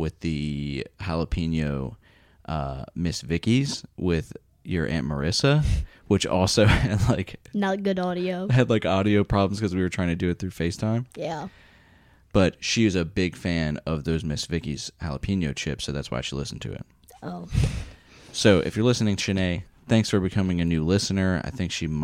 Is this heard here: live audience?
no